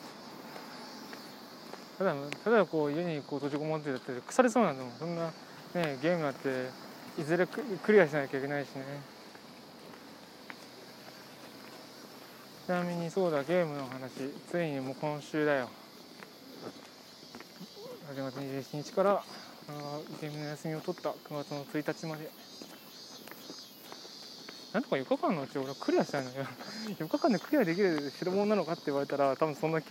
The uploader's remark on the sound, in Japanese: 通勤時，バスを降りてから職場まで歩く時間に，iPad mini 4のボイスメモを回してみる。